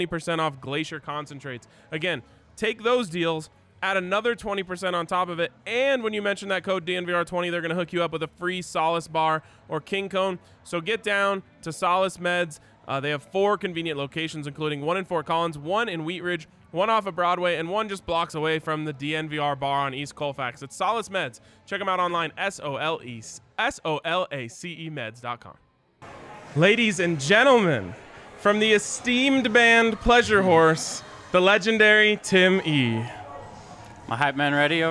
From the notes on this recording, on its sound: live from the DNVR Bar